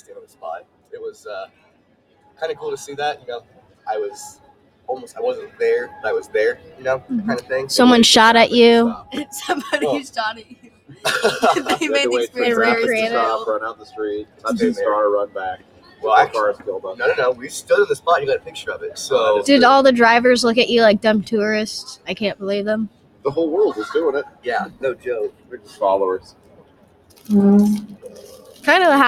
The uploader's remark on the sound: Live from Small School Nationals